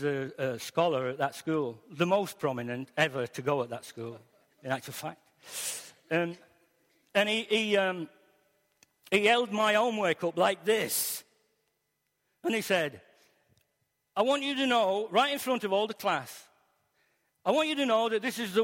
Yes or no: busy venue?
no